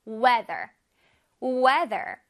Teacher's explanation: TH가 있어서 혓바닥에 앞으로 나왔다가 뒤로 슝 들어가죠?